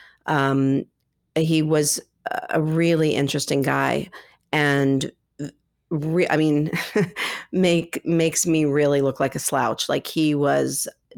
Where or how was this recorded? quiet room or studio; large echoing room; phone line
quiet room or studio